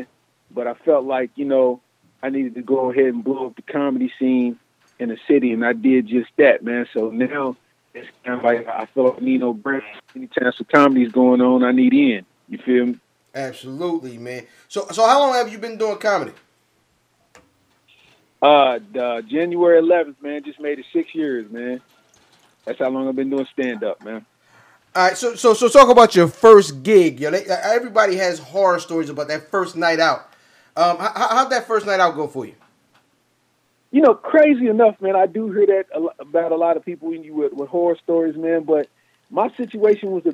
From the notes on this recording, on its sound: called